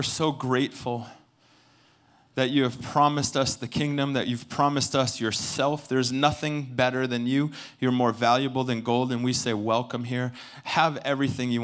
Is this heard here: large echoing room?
yes